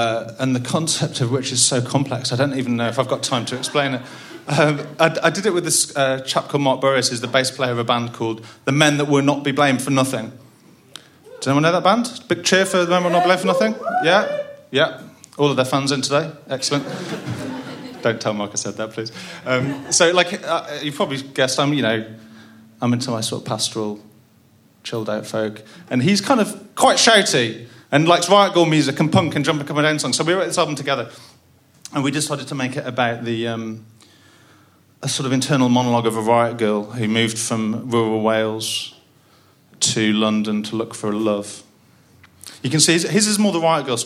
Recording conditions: live audience